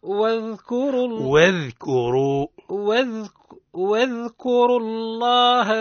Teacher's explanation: الراء مفخمة في كلمة واذكروا، حكمها التفخيم لأنها متحركة بالضم